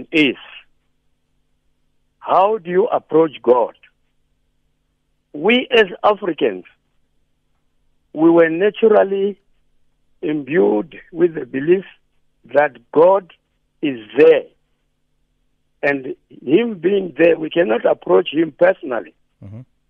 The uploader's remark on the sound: PHONE INTERVIEW.